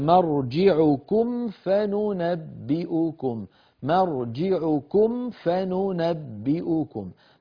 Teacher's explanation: في الآية أيضا 23 آخرها، ثم إلينا مرجعكم فننبئكم، مرجعكم فننبئكم، مرجعكم آخرها ميم ساكنة، فننبئكم أولها فاء، والميم في مرجعكم كم من الشفتين، فننبئكم هذه الفاء من باطن الشفة السفلى مع أطراف الثنايا العليا